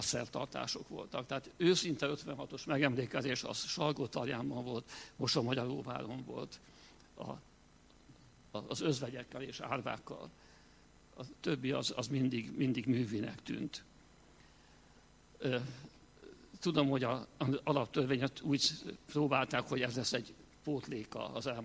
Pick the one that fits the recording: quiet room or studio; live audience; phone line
live audience